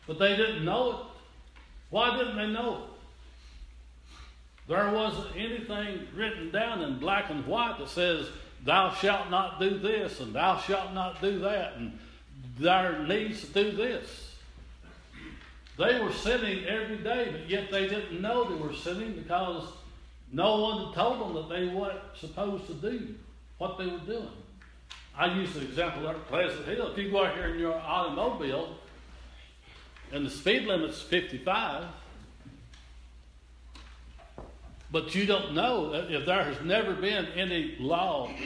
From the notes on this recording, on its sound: This is an audio recording of teh sunday morning service at Persia United Methodist Church in Rogersville, TN.